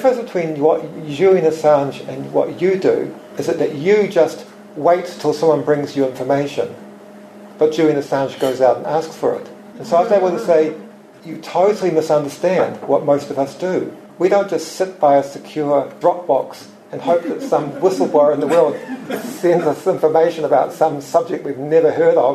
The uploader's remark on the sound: Recorded live at Nelson's Yaza Cafe.